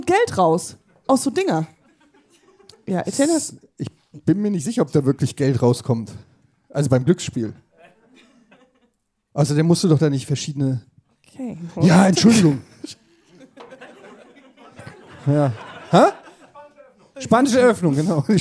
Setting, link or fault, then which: setting, live audience